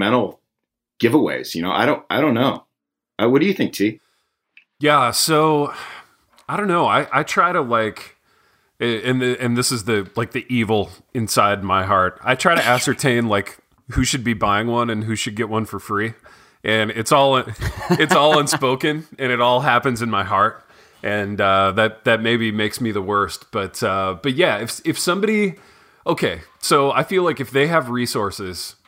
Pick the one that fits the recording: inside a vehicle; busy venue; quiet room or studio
quiet room or studio